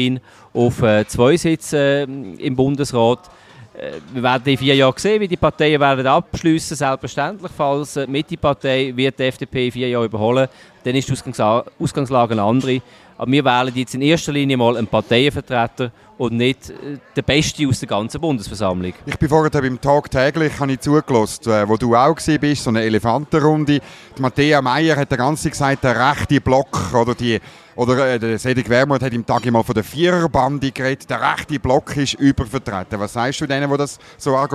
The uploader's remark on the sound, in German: Live aus der Bellevue-Bar